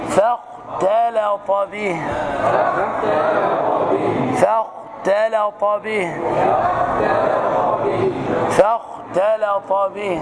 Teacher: هتفخم الخاء وترقق التاء